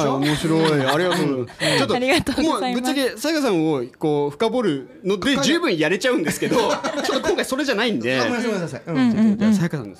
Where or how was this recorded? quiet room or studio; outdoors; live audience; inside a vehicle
live audience